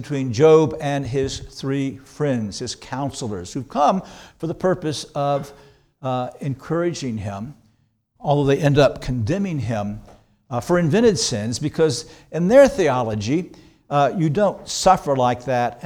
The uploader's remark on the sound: This sermon was preached on January 28, 2024 at Antioch Presbyterian Church, a mission work of Calvary Presbytery of the Presbyterian Church in America located in Woodruff, South Carolina.